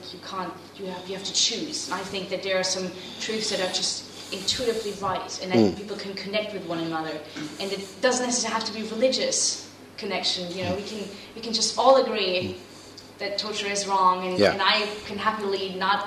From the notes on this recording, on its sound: Talk with Q&A at Essex University.